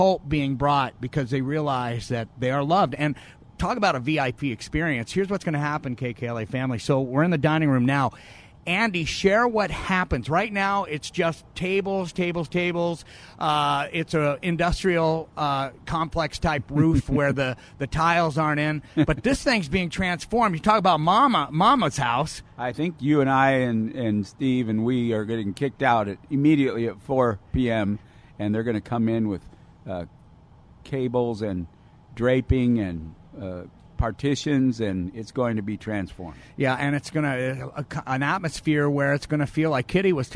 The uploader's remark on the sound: Live From Union Rescue Mission